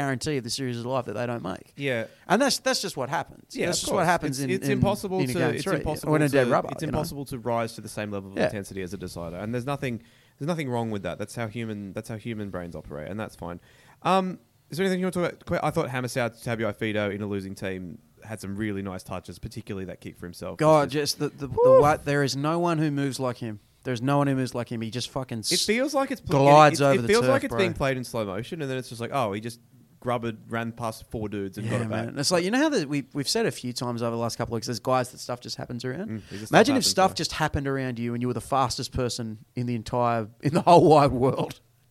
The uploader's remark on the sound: The boys are in the press box LIVE from Stadium Australia.